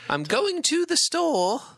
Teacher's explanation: We say tuh instead of to.